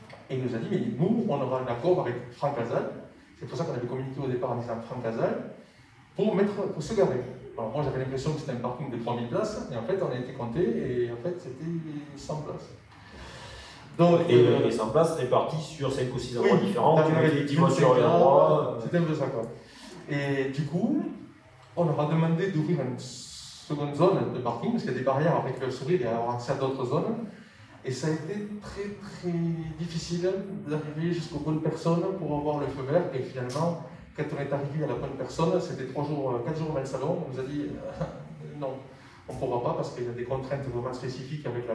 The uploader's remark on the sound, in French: POPCON 2020 : Conférence Calme-toi !